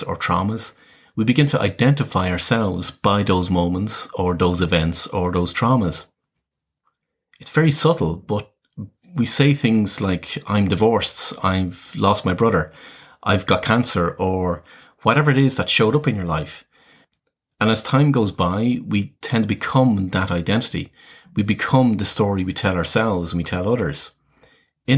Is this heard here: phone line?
no